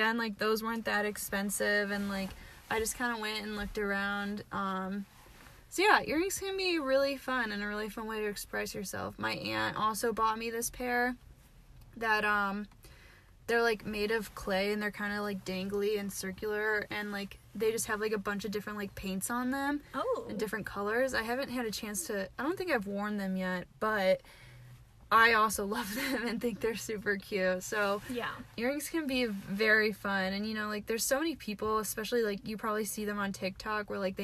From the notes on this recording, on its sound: we recorded this episode in a parking lot so tune in as we are flirted with (or threatened) by another car that decided to join us